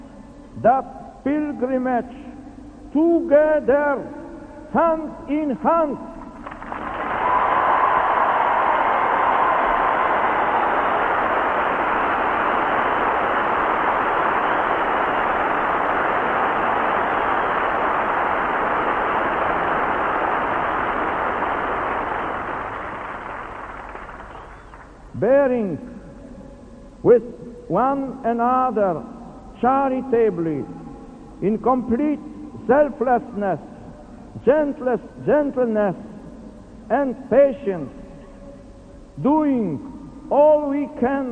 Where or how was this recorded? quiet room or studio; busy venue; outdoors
outdoors